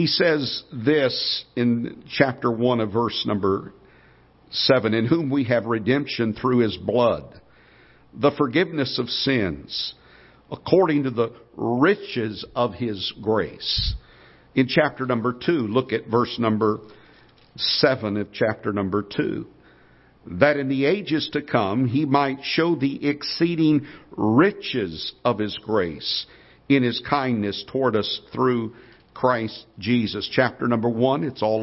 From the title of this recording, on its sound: Ketha Heights Baptist Church ~ Live Broadcast